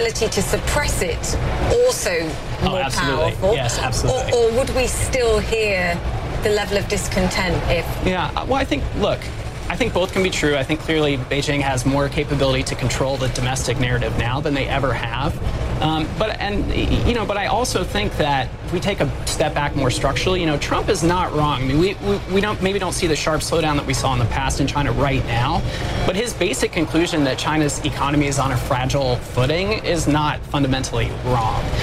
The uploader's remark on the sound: live from the New York Stock Exchange